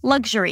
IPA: ˈlʌɡʒəri